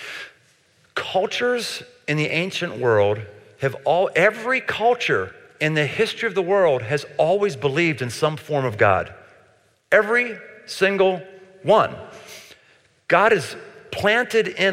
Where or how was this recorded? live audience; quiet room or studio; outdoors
live audience